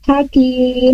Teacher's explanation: ha dari tenggorokan tengah